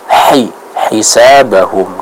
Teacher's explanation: ha yang keluar dari tenggorokan bagian tengah